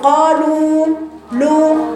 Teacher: الواو ممكن تتأثر إنك لو جبت مفخمة اللام هتجيبي كمان الواو المادية مفخمة، تقول قالوا لو، أصبحت الضمة في اللام مختلطة بفتحة